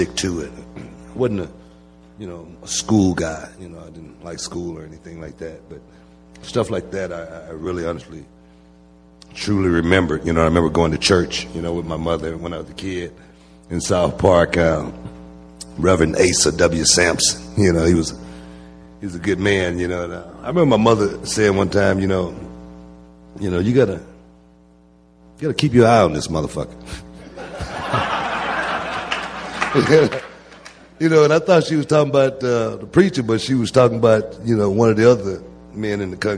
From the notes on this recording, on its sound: recorded at the Houston Improv